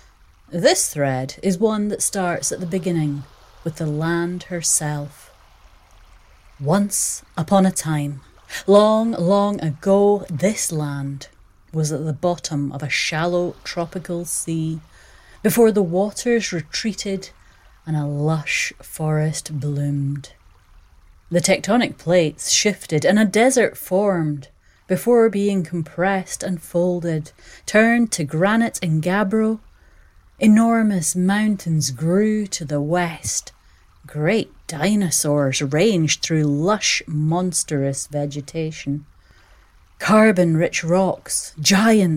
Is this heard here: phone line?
no